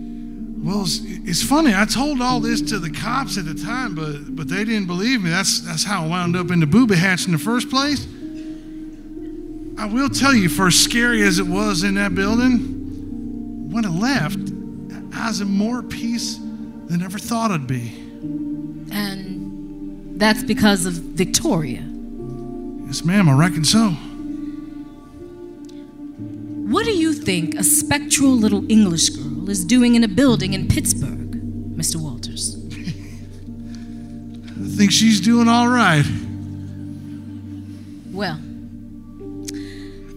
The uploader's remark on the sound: A Wicked Halloween Anthology – LIVE. Was recorded LIVE at the Aurora Theatre in Lawrenceville, GA as part of Explore Gwinnette's #Artober Festival!